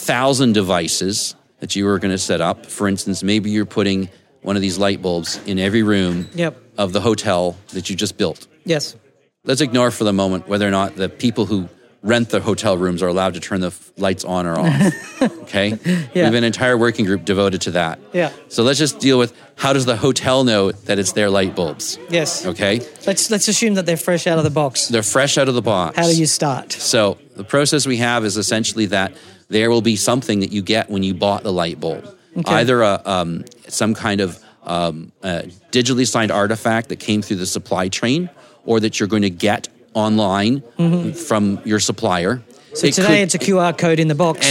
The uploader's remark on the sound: A conversation recorded live. At the IETF 99 conference.